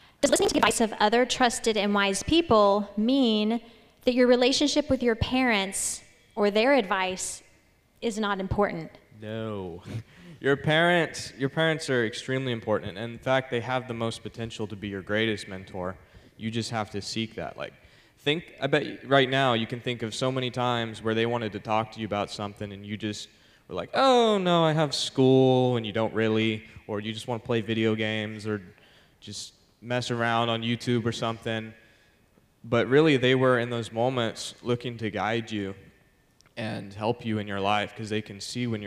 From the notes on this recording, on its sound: This message was presented live on May 3rd 2022. At Legacy Church in Hutto, TX.